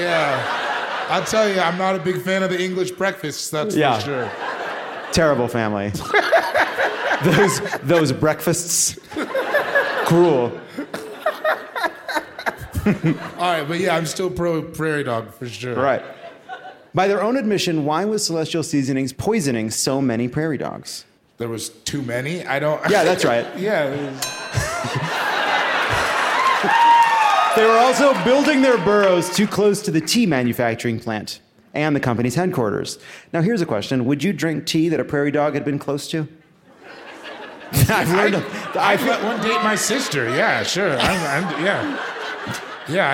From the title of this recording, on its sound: Live from Boulder!